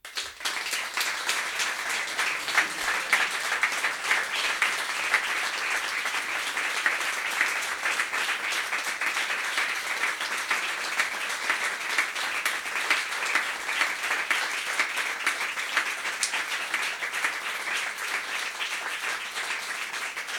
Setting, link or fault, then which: setting, live audience